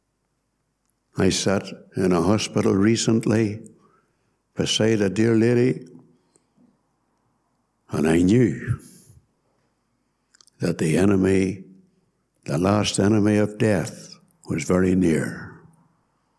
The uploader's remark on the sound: Gospel Audio from Ballyclare Gospel Hall